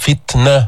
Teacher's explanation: حرف شديد التاء، جبت الشدة بعدين طلعت النفس جبت الهمس، فتنة وليس فتنة، شبه سين أو سين، لا غلط، ولا تقول فتنة، فتنة ما تجيب الهمس تاعتا.